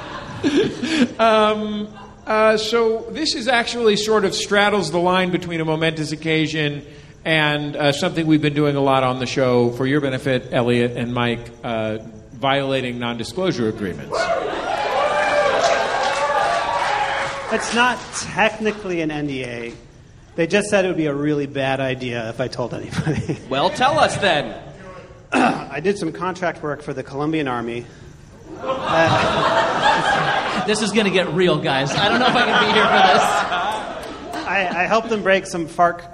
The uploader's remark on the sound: Live from Angel City Brewery. Live on stage from the Angel City Brewery in Los Angeles.